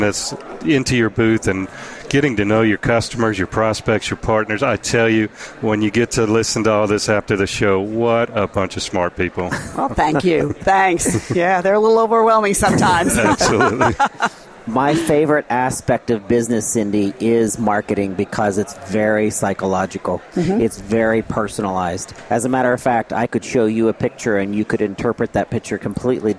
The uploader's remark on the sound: The episodes were broadcast live in Experian Health’s booth (#3503) at the The HIMSS17 Annual Conference and Exhibition. The episodes were broadcast live in Experian Health’s booth (#3503) at the The HIMSS17 Annual Conference and Exhibition. The interviews were recorded and published to the media player on this page .